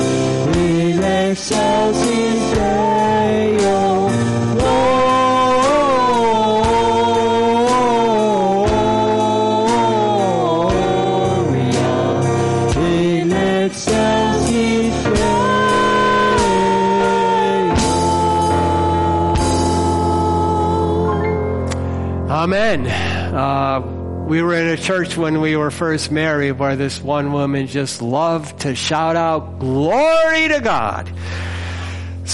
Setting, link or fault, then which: setting, large echoing room